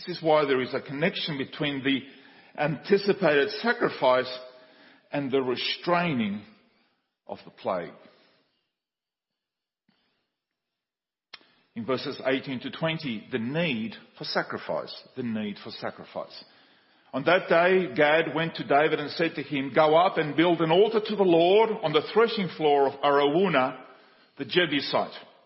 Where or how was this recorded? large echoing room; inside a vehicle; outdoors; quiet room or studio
large echoing room